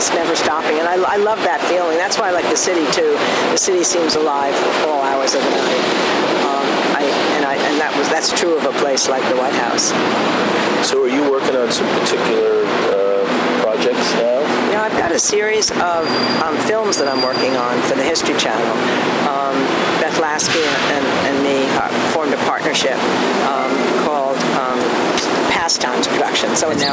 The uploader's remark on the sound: walk and talk at the Boston Common and Public Garden.